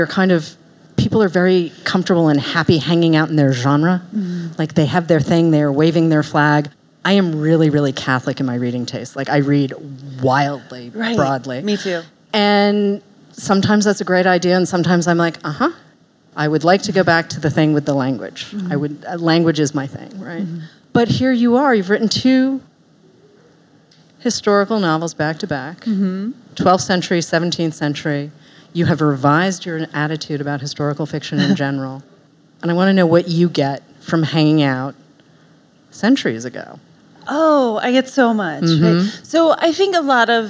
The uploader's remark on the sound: live at Barnes & Noble Union Square